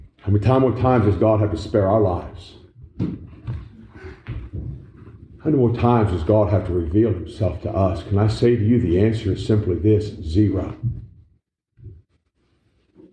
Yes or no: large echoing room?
yes